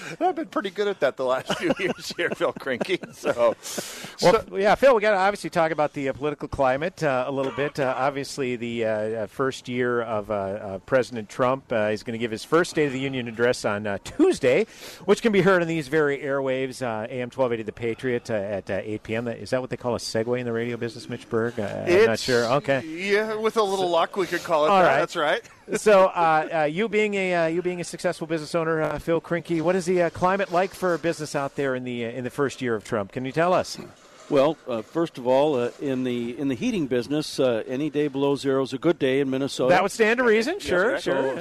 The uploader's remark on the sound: Hole For Heroes Live on Medicine Lake.